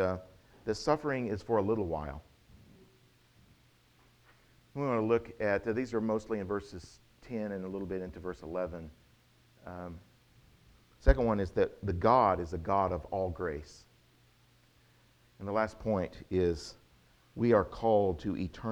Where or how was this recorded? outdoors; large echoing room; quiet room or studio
large echoing room